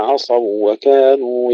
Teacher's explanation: صارت الواو التي بعدها مشددة